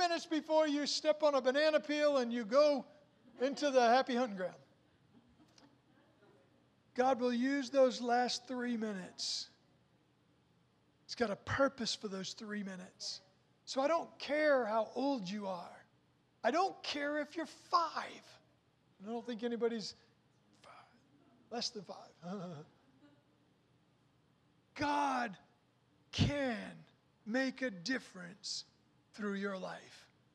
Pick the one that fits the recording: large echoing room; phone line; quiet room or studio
large echoing room